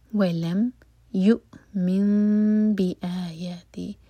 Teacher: یؤمن یہاں پر اقلاب ہو رہا ہے، نون میم میں چینج ہو رہا ہے تو میم کو ہول کریں گے اور پھر با پڑھیں گے